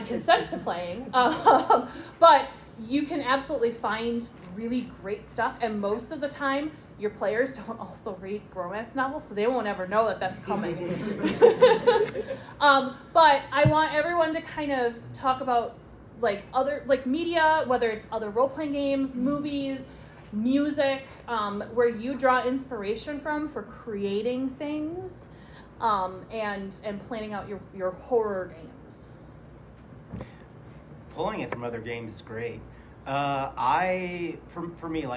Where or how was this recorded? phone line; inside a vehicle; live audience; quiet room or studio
live audience